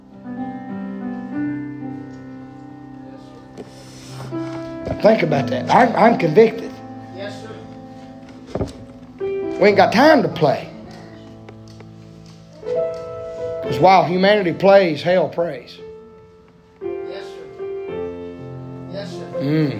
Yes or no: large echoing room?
yes